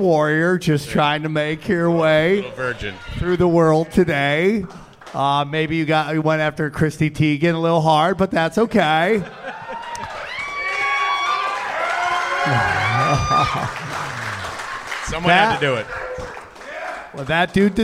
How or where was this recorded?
busy venue